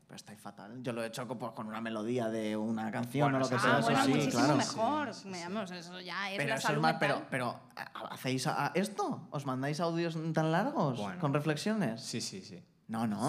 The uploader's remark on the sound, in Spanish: Primer show con público